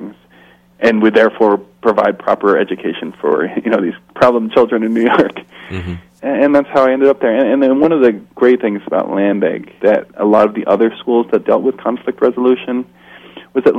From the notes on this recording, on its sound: telephone interview segment